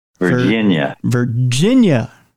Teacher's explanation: There's emphasis on the gin.